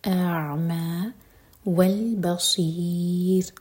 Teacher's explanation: عین ساکن پر تھوڑا ٹائم دیں تاکہ عین کا حق ادا ہو اور قلقلہ نہ ہو. اَعْمَى والبصير، اگین صاد ہیوی اور ان میں را ساکن باریک.